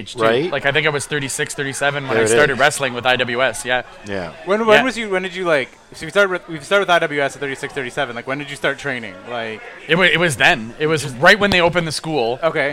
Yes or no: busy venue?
yes